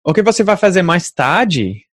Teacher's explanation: Like in Portuguese, I noticed myself using intonation differently. Like it goes up and down a lot more.